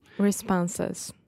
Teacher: Um, okay, the word responses what I was noticing here was you were almost saying responses, which instead of saying respa, so the second uh, syllable here is the ah sound, just like prato, chato